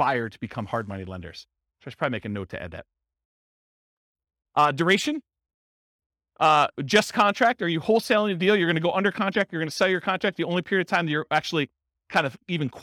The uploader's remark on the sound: Real estate investors and real estate entrepreneurs in Largo, Florida. This was a live class recorded. The live in-person version.